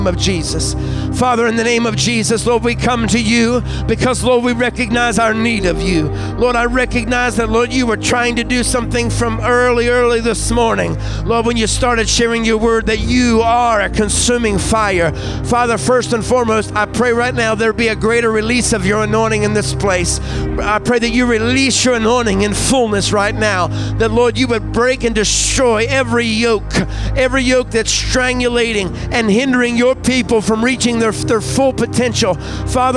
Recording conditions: large echoing room